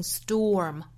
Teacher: Storm,英音会读成 storm,美音我们读成 storm, or 的发音。会从 o 过渡到后面的 r 的发音，我们发现这个 o 这个元音比英音的这个 o 要更小更紧